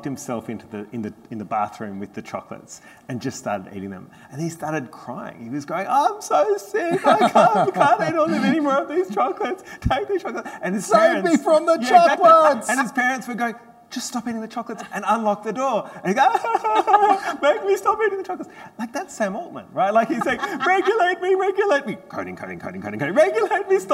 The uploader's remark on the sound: comes live from the Australian Labor Party National Conference Fringe Festival